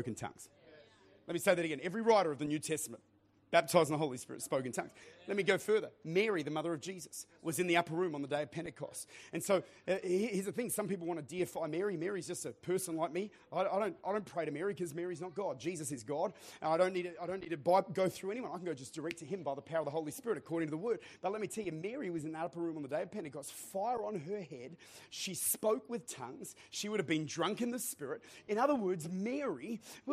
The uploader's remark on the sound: Recorded at Lifepoint Church, Adelaide.